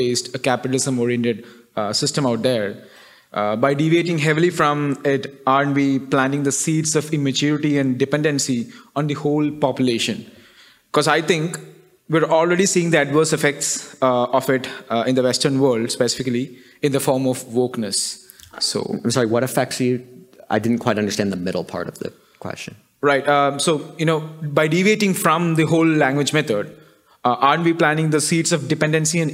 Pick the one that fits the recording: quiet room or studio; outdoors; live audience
live audience